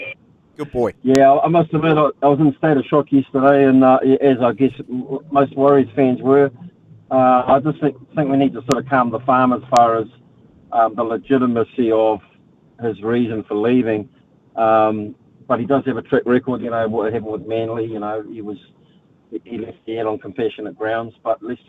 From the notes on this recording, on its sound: hit the phone and text lines